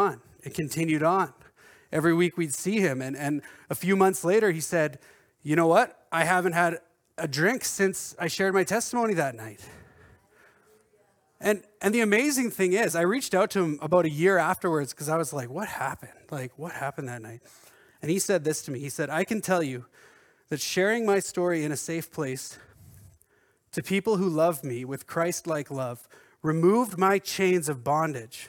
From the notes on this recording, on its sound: At our Edmonton Gathering in October at Crosspoint Church